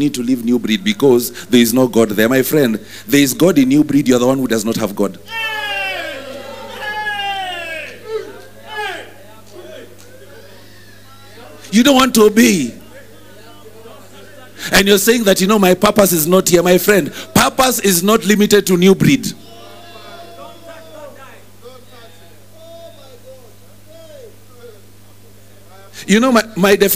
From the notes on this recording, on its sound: Preached at New Breed Chapel Intl.